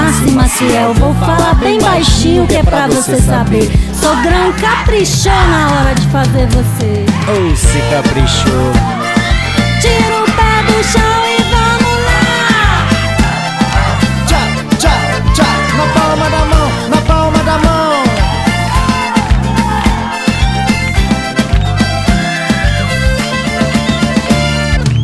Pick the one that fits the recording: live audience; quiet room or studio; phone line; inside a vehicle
live audience